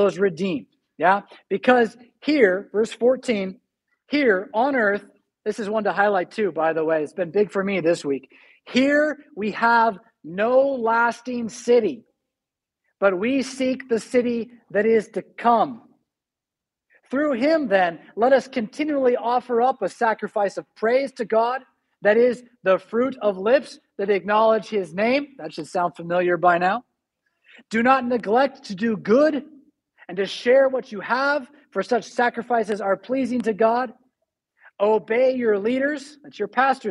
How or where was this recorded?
large echoing room